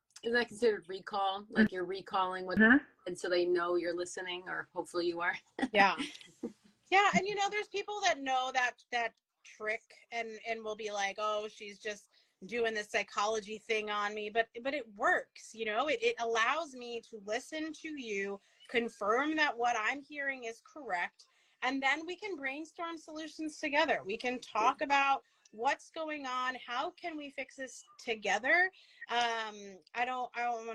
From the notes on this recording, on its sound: We were invited to go live on instagram